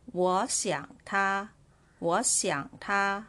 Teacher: So second, third and first tone in here